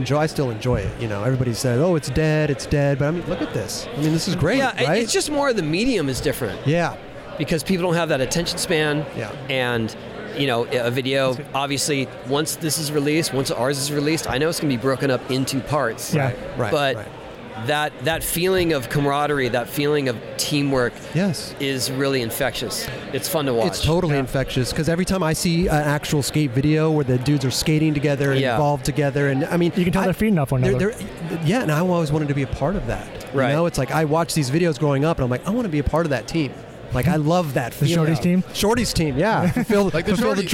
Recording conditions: busy venue